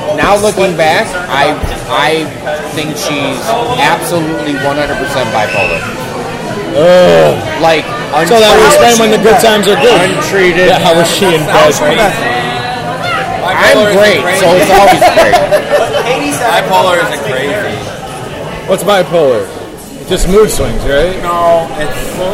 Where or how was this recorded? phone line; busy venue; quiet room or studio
busy venue